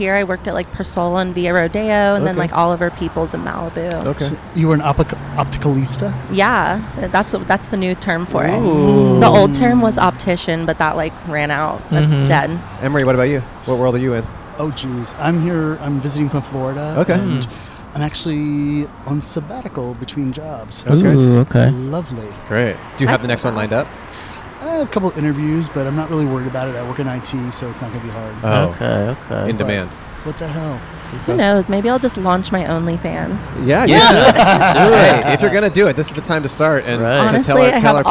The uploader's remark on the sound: Recorded on 10/12/22 in front of Koontz Hardware in West Hollywood, CA.